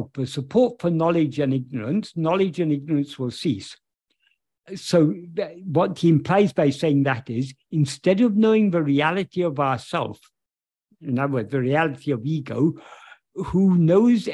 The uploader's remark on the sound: In a Zoom meeting with Ramana Kendra, Delhi, on 15th October 2023